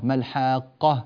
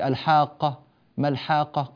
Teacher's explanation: هذه القاف مشددة فلا تنطق بها مخففة · Shown in: first take